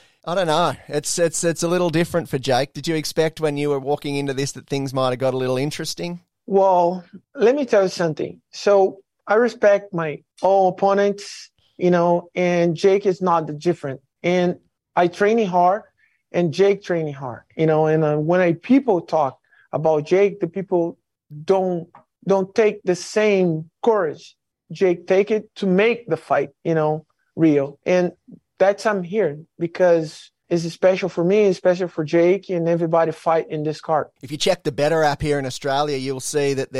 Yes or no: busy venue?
no